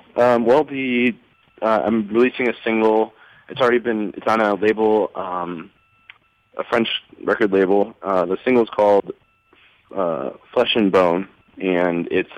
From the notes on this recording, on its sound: Phoned in to Radio One Chicago.